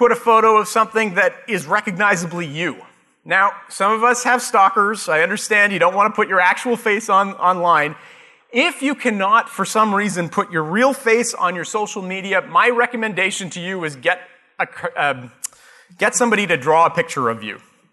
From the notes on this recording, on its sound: Live Broadcast at the The IPBC IGNITE Conference.